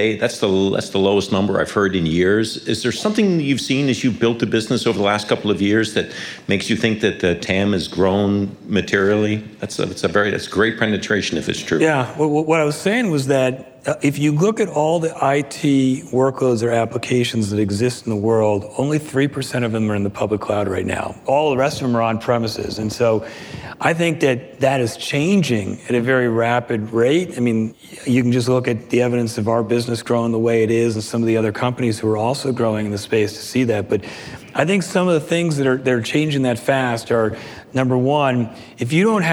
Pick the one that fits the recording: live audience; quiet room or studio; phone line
live audience